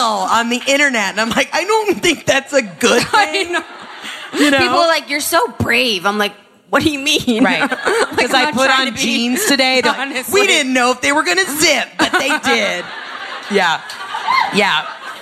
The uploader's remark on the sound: Live Show. Bringing it to you LIVE from our event in New York at Chelsea Music Hall.